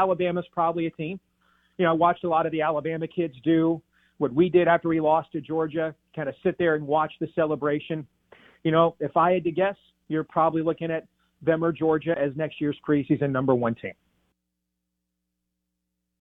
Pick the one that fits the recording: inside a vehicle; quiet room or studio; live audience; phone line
phone line